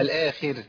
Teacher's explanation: لان الراء مكسوره وما قبلها ايضا مكسور، فهي يعني ترقق